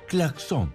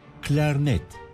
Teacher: Şimdi vereceğimiz örneklerin hepsi Fransızcadan girmiş dilimize ve L'lerin hepsi ince halleriyle söyleniyor.